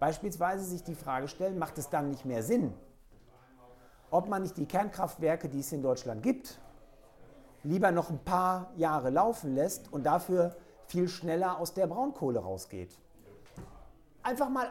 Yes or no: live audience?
yes